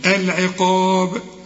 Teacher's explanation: القاف مفخمة والمد كمان بتاعها مفخم